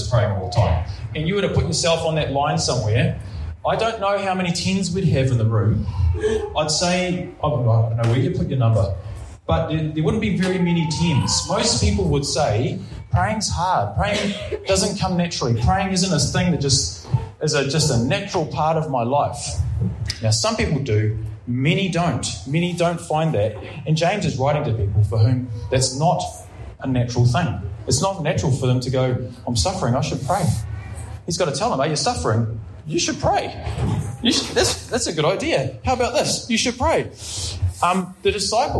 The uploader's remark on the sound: Preached at Ngaruawahia